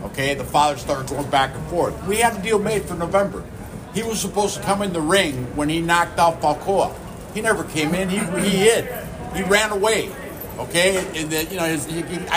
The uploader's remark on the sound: In the press conference at the Armory. The high-energy, multi-lingual post-fight press conference, presented in its entirety by the Minnesota Fight Night podcast.